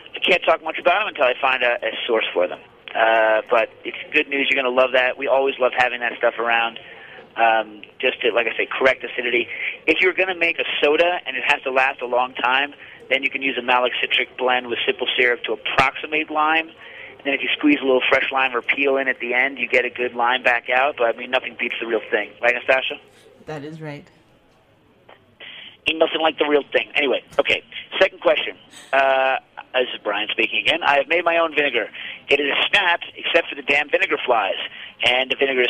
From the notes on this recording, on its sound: Live from Bogota. Cooking Issues goes from Brooklyn to Bogota. A call in show from Columbia.